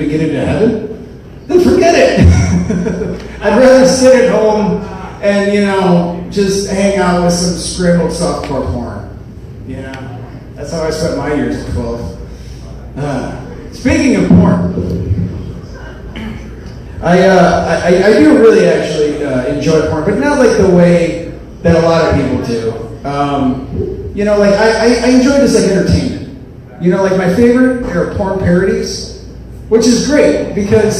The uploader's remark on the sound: Here's some raw stand up material from 2 years ago that I performed in front of a very small but exceptionally gracious audience at the Bos Meadery at 849 E. Washington Ave here in Madison.